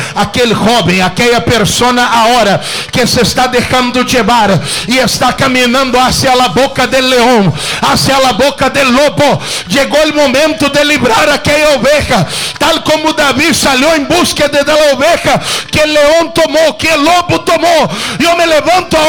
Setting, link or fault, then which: setting, large echoing room